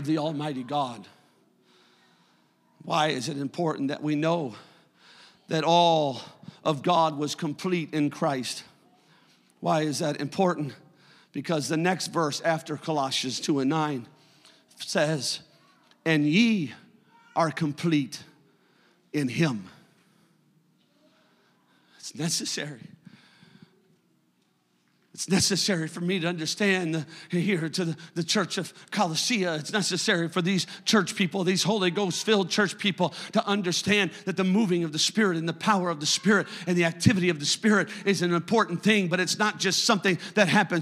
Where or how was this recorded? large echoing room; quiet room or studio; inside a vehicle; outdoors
large echoing room